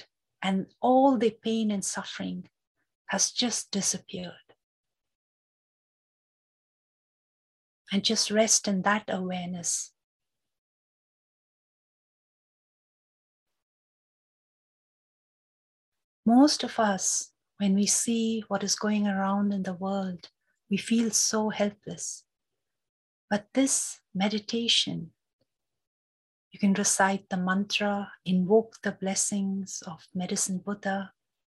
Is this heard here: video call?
yes